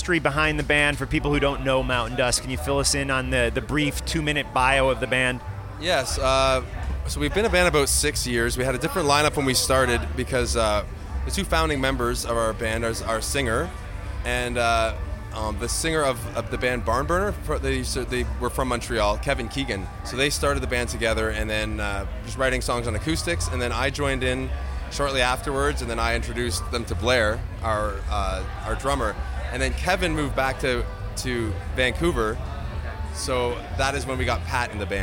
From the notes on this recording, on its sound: 3 new interviews recorded at Heavy Montreal 2019